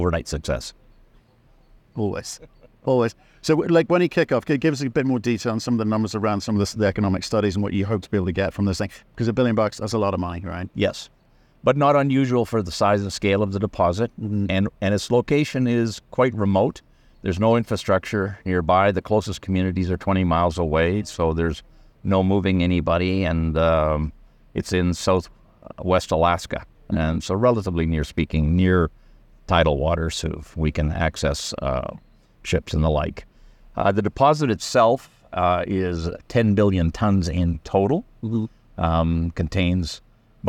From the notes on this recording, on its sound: in an interview at the Denver Gold Forum conference